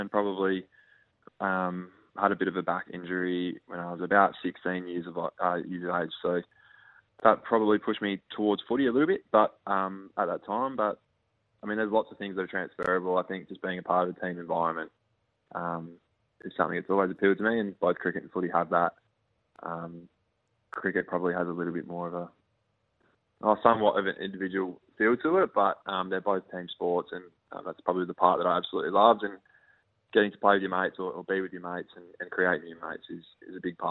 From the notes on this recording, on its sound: Jumped on the phone.